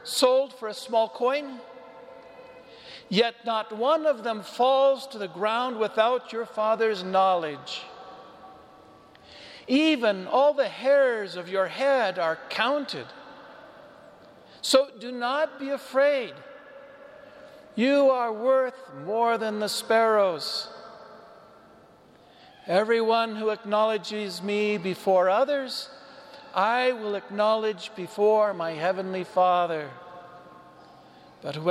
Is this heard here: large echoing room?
yes